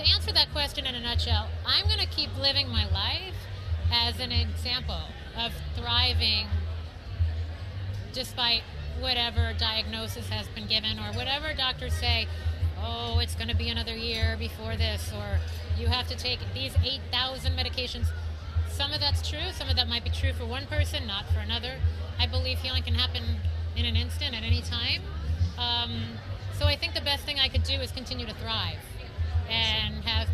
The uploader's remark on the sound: Live from the Tick-Borne Disease Alliance Masquerade Ball in New York.